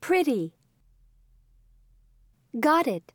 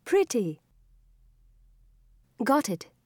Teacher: In some words, speakers of American English pronounce the T between two vowels as a quick D sound · Shown in: first take · Term: The North American T